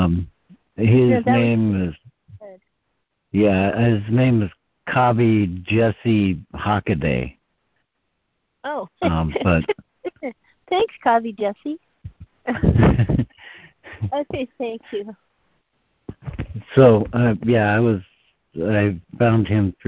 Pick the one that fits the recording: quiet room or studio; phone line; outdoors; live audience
phone line